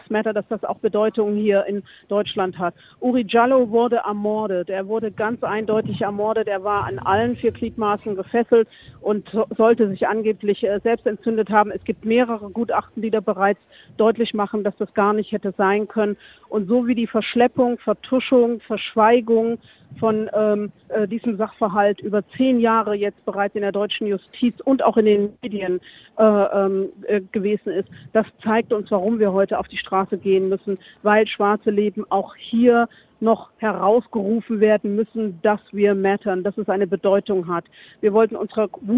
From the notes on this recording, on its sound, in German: Live vor Ort beim Black Lives Matter Protestmarsch 2018 in Berlin. Am Rand der Veranstaltung.